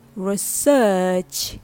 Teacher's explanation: as some say in the UK, research without the R sound. How to use research in conversations.